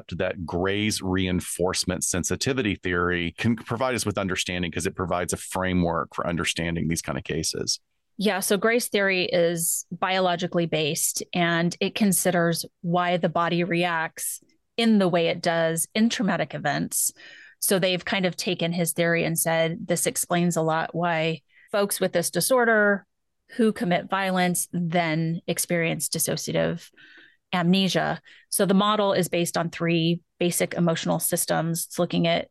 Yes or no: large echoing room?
no